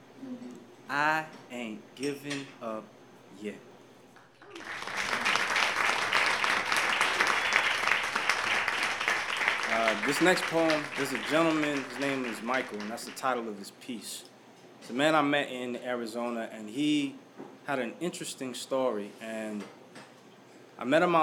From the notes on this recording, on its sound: Presented as a live event in Asheboro, NC, which is then edited for broadcast on WKXR 94.9FM. This episode was recorded live at The Flying Pig in Downtown Asheboro.